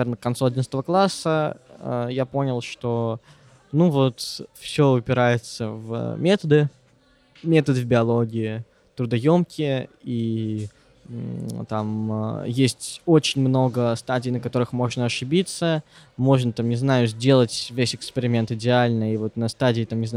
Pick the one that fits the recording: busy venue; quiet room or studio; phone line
busy venue